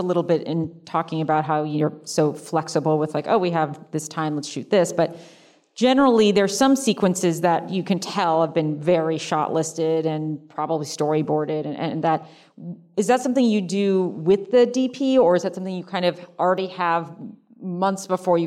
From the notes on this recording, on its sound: in a spoiler-filled Q&A at the DGA theater